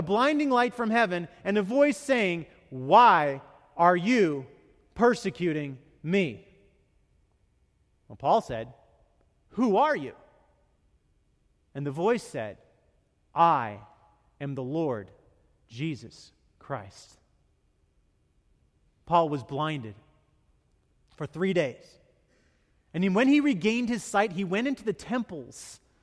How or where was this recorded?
large echoing room